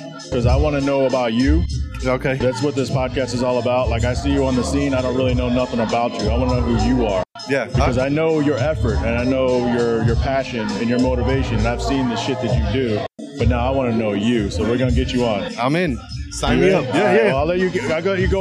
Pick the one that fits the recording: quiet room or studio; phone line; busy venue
busy venue